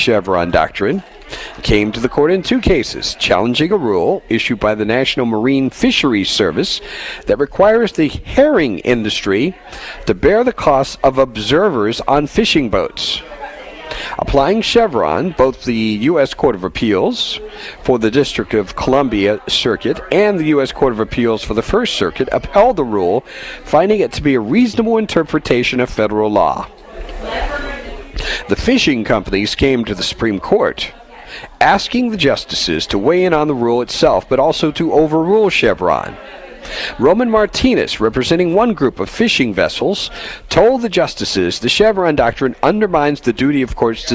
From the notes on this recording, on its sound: Live From The 32nd Annual Union County Crime Stoppers BBQ. Live from the Union County Agricultural Center for the 32nd Annual Union County Crime Stoppers BBQ.